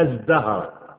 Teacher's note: لان ازاي ده صوت مجهور، احنا اتكلمنا عن الصوت المجهور يعني فيه اهتزازات كده في الاحبال الصوتيه تعمل ذبذبات، فعشان كده لازم اجيب المجهور بتاع التاء اللي هو الدال تبقى ازدهر.